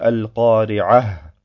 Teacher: Damit ist das Ta gemeint, das am Ende des Wortes manchmal vorkommt und nur beim Weiterlesen als Ta auch wirklich ausgesprochen wird. Und wenn man stehen bleibt, wird es als Ha ausgesprochen.